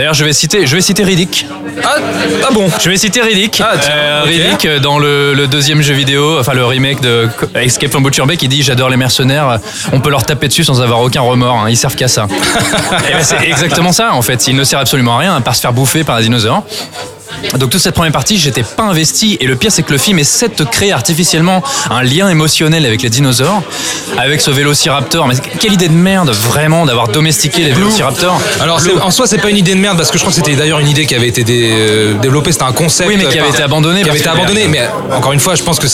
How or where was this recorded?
busy venue